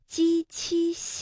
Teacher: 大家要把舌面隆起来，而不是舌尖用力 · Term: 舌面音